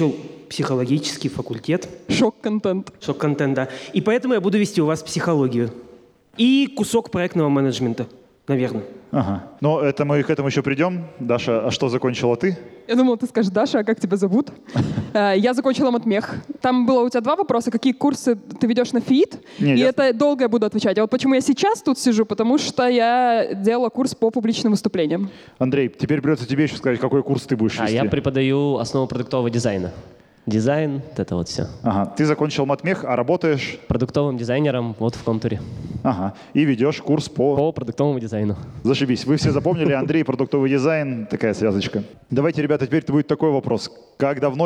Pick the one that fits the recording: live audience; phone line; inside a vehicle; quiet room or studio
live audience